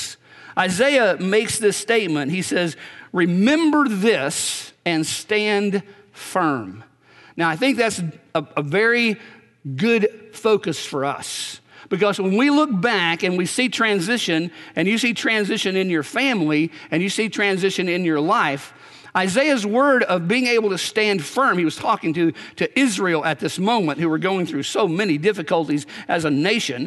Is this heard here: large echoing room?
yes